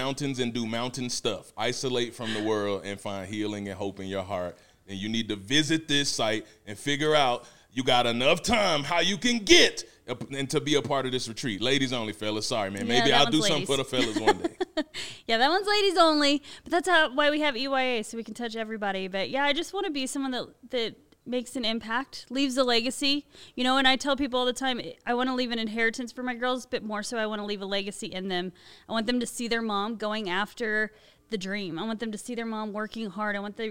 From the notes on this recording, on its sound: A special episode live from EYA Denver 23!